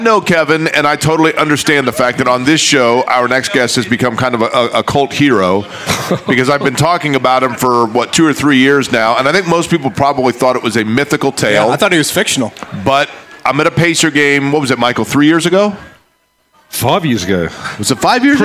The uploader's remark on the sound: LIVE AT CARB DAY!